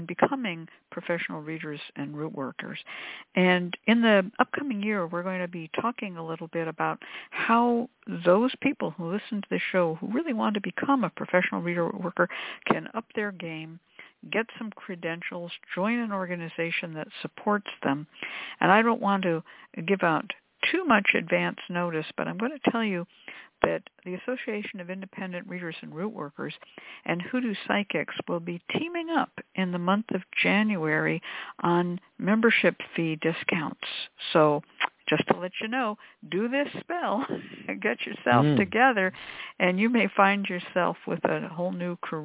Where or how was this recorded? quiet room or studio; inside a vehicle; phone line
phone line